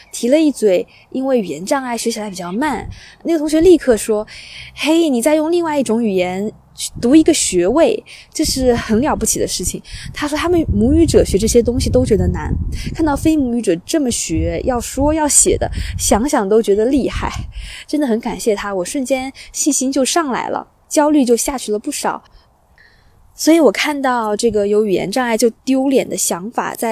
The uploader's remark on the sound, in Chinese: 我在湖边跑步，忽然来了兴致，于是在户外完成了播客录制。你将听到风声、鸟鸣、交通噪音、比较快的语速。